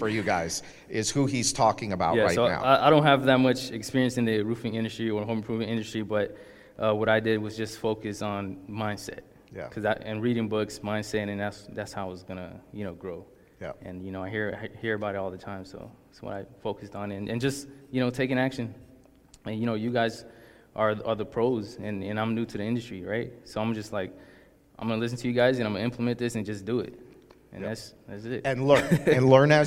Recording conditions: busy venue